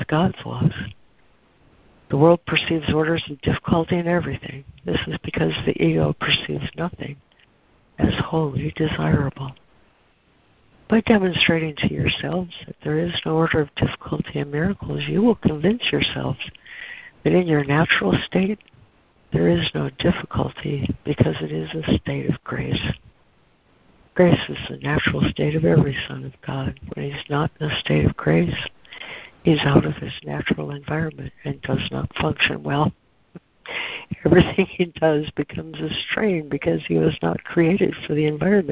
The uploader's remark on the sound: ACIM Daily Conference Call